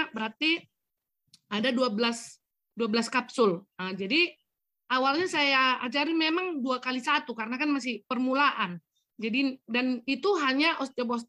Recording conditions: video call